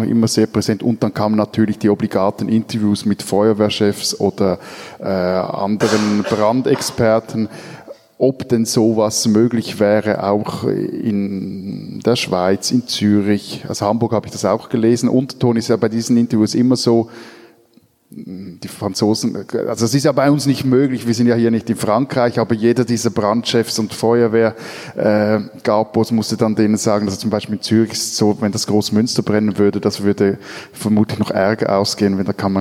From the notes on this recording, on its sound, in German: Live aufgenommen in der Fondation Suisse in Paris. Ein Gebäude, gebaut vom Schweizer Star-Architekten Le Corbusier.